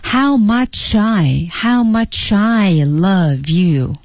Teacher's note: 整句话呢，节奏上就有一个地方，How much I, much I 连读啊，连读